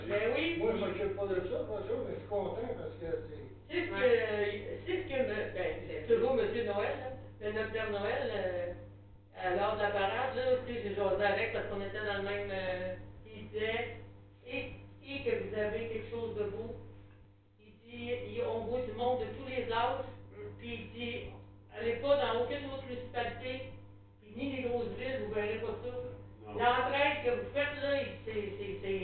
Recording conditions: large echoing room